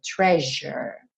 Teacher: esse S com som de J.